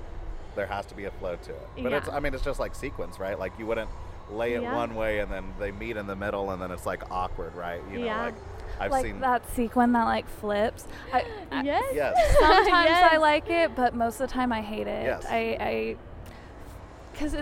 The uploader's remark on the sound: We are recording at KC Fashion Week